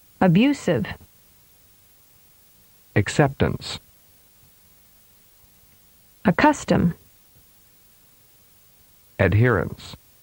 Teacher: Pattern 4 is for three-syllable words where primary stress is on the second syllable. Pitch is characterized by step changes.